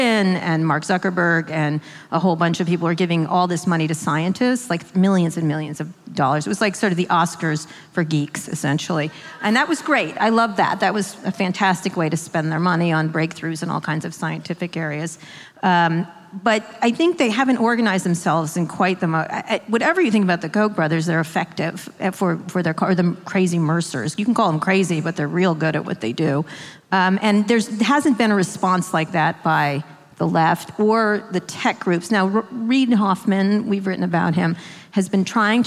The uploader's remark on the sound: Appearing as a guest on a live taping of their podcast, Pod Save America, in Oakland, California.